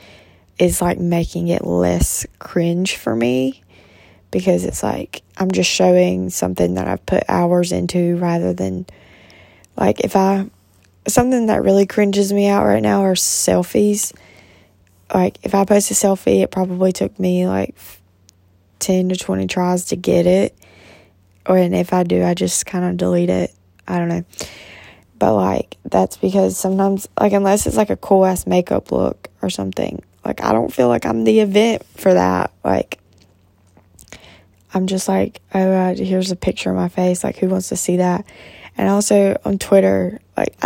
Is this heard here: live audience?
no